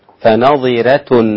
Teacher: الراء مرققة لورش في فنظرة